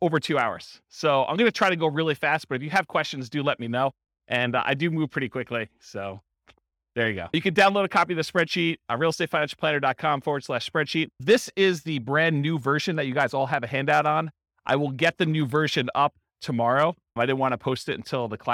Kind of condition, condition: setting, live audience